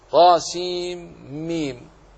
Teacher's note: طاسيم ميم، فالحكم كما مر بنا عند غير حمزة من القراء إدغام مع الغنة لأنها نون ساكنة جاءت بعدها ميم